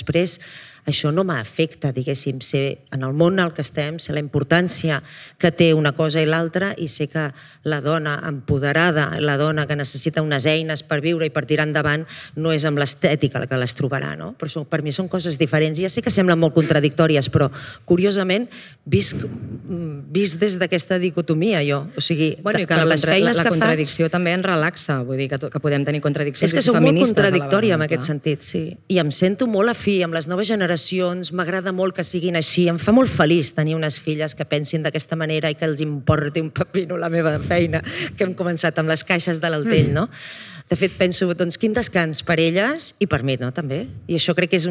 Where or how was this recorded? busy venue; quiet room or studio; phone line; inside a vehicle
busy venue